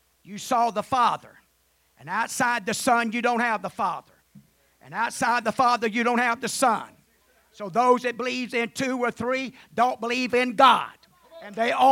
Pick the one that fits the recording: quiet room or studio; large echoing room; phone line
large echoing room